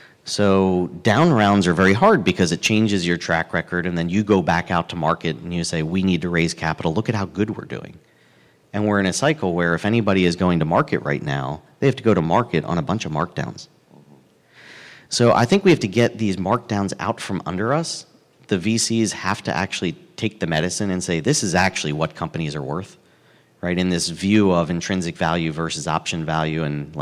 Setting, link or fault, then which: setting, busy venue